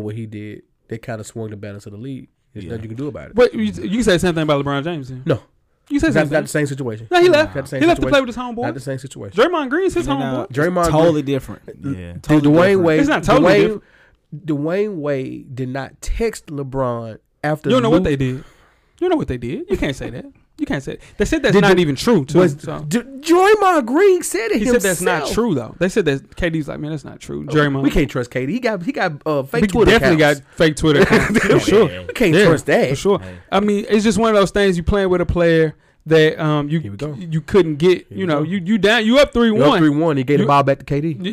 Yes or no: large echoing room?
no